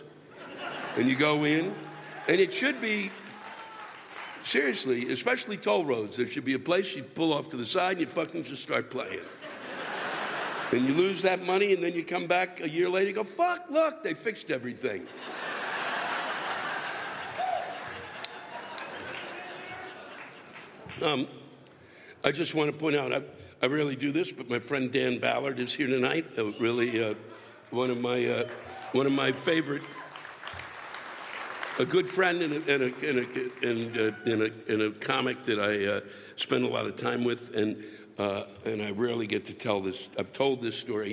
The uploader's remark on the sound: The live rants come from the Soaring Eagle (NOT Spread Eagle) Casino in Mt. Pleasant, MI.